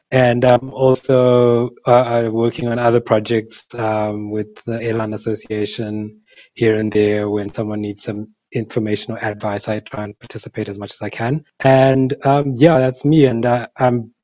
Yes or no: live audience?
no